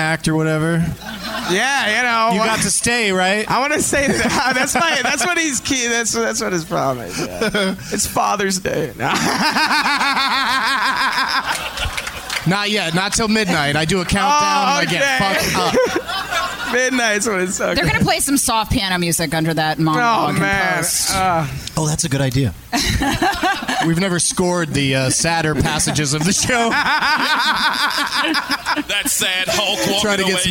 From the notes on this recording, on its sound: Live from Hyenas Comedy Club in Dallas, TX